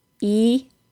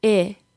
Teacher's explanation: The short I sound is created by lowering the tongue from the long E position.